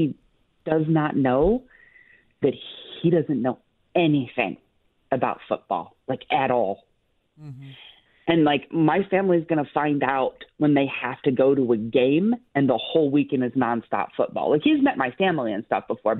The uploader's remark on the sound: Open Phones